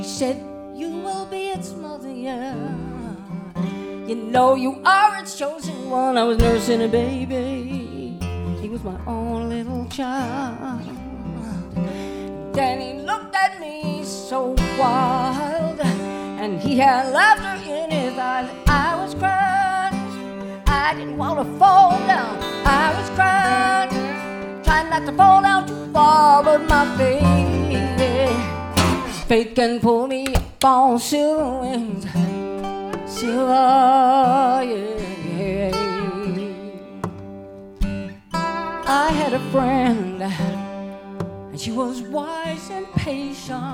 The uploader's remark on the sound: in performance at the Fur Peace Ranch recorded October 19, 2019